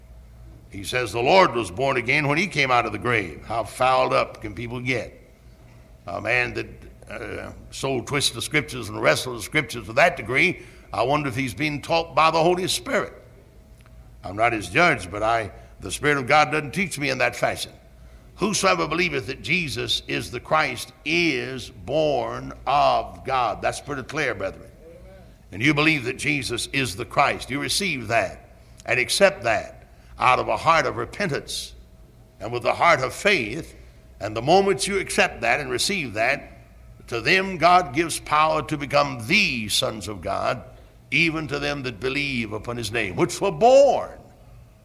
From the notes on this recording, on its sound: Originally preached at Tabernacle Baptist Church in Greenville, SC on November 11, 1973